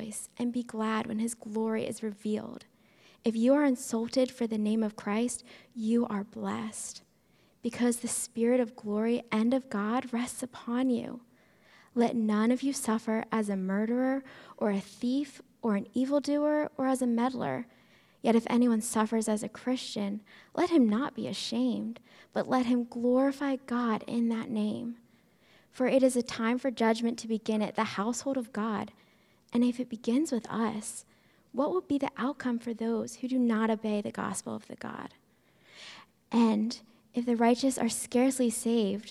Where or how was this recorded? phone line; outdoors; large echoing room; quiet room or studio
large echoing room